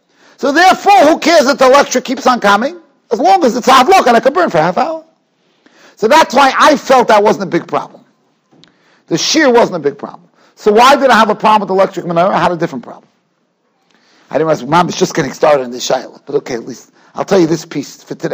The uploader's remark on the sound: Shiur recorded in Yeshivas Ohr Reuven, Monsey, NY.